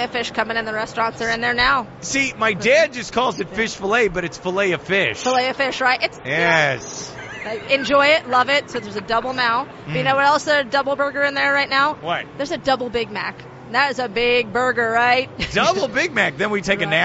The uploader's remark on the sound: joined live at the Daytona International Speedway